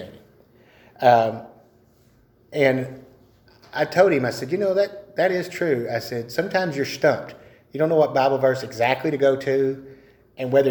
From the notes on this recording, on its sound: A solo episode of TDWS featuring our 1st ever recording of a Sunday School session.